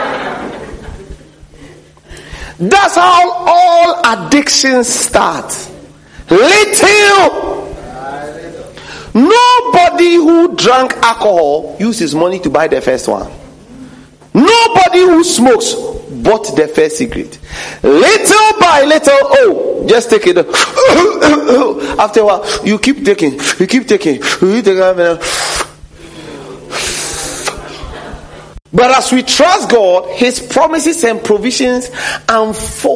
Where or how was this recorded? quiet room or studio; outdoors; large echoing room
large echoing room